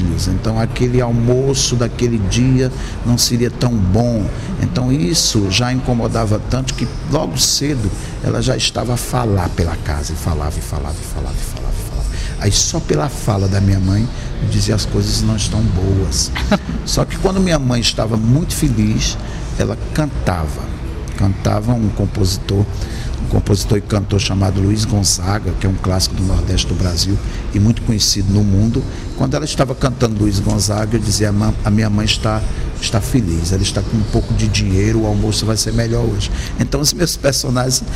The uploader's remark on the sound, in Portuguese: em direto do Festival Literário da Madeira